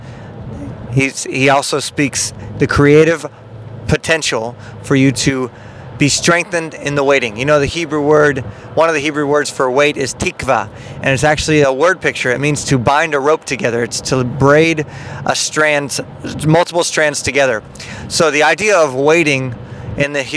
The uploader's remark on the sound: In The Car